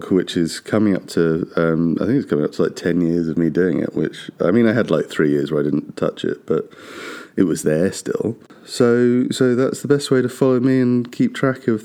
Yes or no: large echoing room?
no